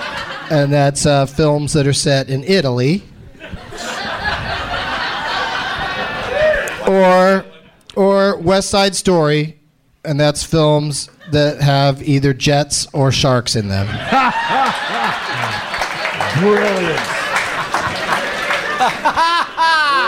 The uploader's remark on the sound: Live from Helium Comedy Club in Philadelphia